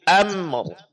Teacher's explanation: di sini yang diminta adalah menjelaskan sukun pada mim tanpa diqalqalakan · Term: mim sukun